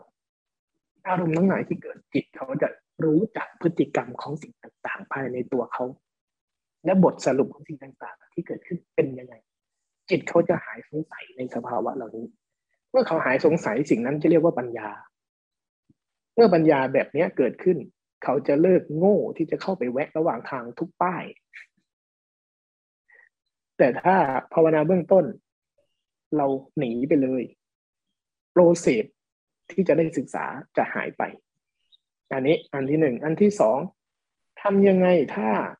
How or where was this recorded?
video call